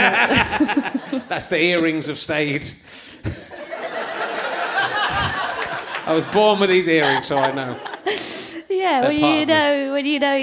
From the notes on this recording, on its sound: chats to a man in the audience